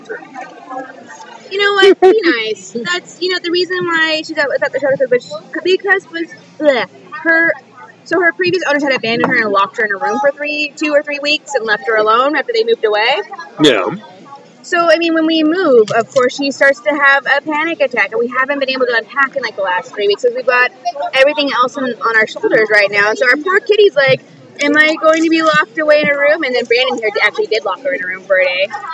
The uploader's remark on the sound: This week, we reminisce about the second part of the Bellingham Tap Trail, featuring recordings made during the final few stops.